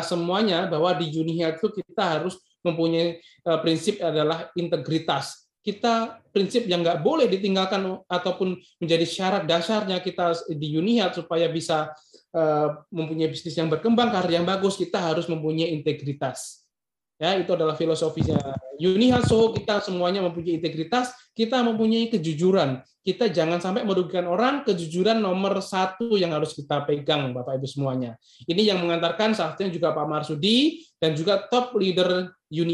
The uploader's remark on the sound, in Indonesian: Podcast ini adalah hasil rekaman dari Webinar "Modal Nekat Jadi Super Leader" pada sesi Q&A.